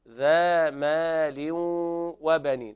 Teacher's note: هنا إدغام بغنة ناقص لوقوع الواو بعد التنوين. وبنين كذلك الوقف على النون بالسكون والغنة التي ملازمة للنون.